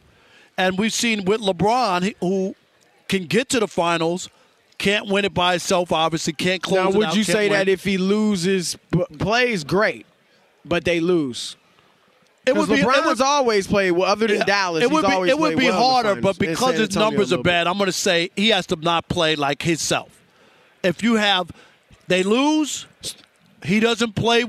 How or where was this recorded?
busy venue